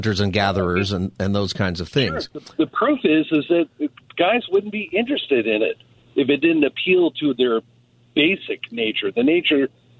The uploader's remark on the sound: Listeners call in and give their thoughts on the survey.